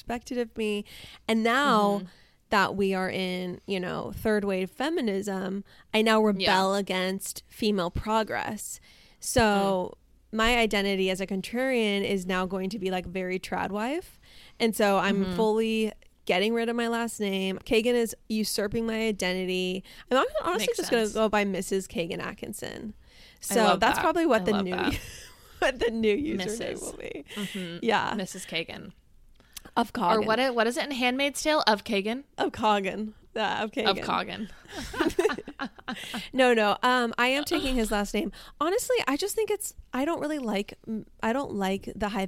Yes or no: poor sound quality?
no